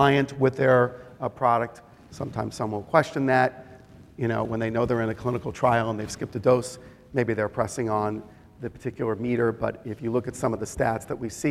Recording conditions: live audience